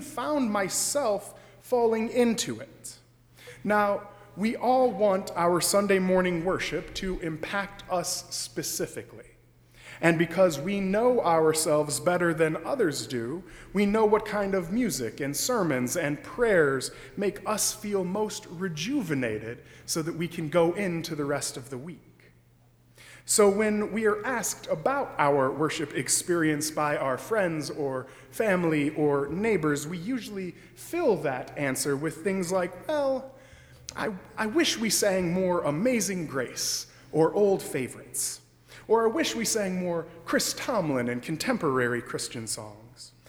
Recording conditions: large echoing room